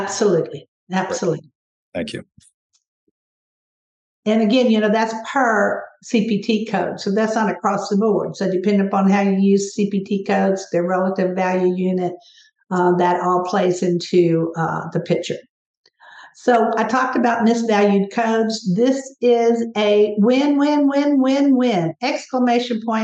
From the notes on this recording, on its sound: This episode is a recording of a recent webinar